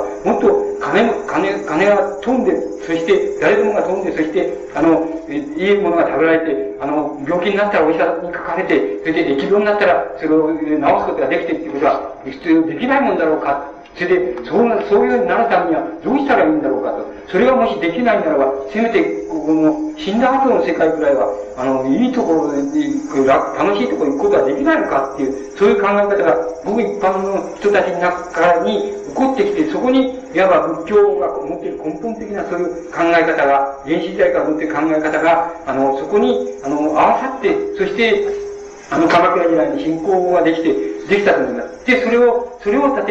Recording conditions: poor sound quality